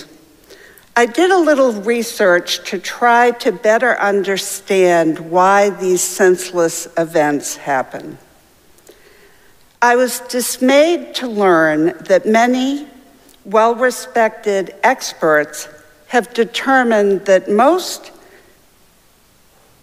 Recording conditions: large echoing room